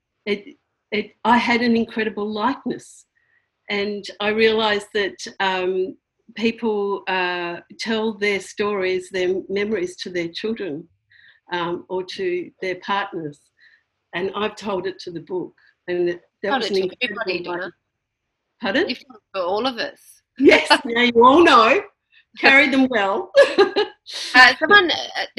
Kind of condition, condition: link, video call